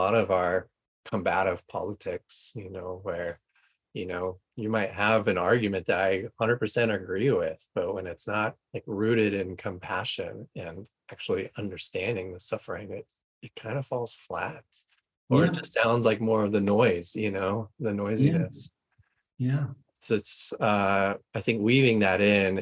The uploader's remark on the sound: This episode we share the audio of that free preview webinar conversation.